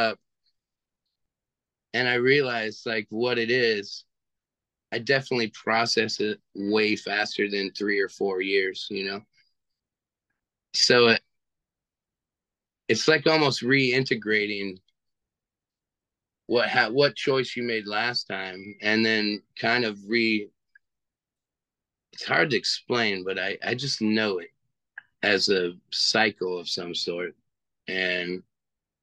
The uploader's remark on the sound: via Zoom